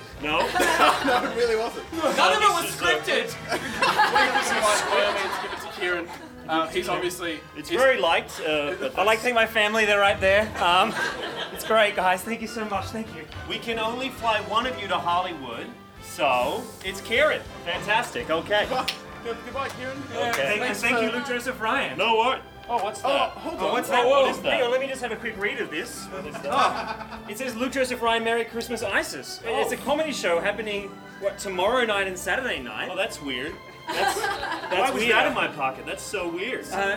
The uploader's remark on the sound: Recorded LIVE at The Factory Theatre during the Sydney Fringe Comedy Festival.